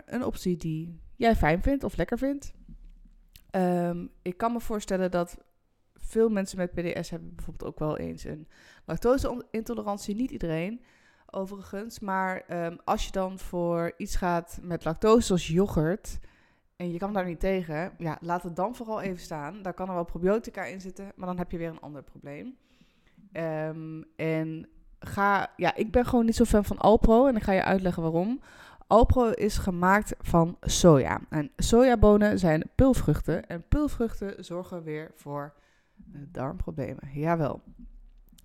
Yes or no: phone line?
no